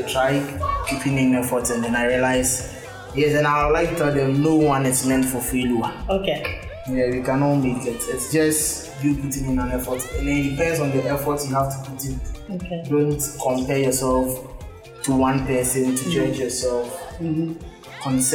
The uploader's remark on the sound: Sorry for the background noise. This episode was recorded on campus.